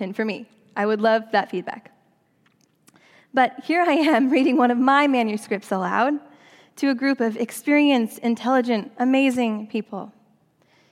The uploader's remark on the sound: during the Traditional Worship service